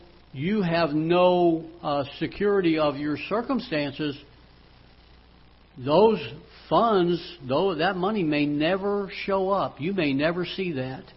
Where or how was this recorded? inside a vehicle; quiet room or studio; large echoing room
large echoing room